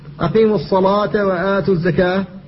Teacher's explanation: فالألف هنا مفخمة لورش تبعا للام التي قبلها · Term: الألف المفخمة